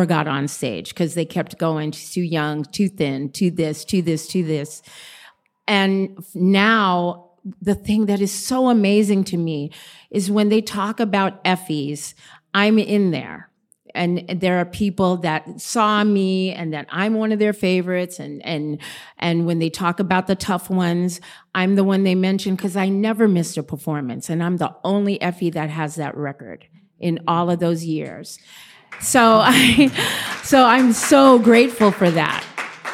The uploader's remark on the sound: Live at BroadwayCon 2023! In an enjoyable BroadwayCon encounter this past summer, I found myself in the heart of all things Broadway, rubbing shoulders with the stars and hosting live interviews for the Broadway Podcast Network.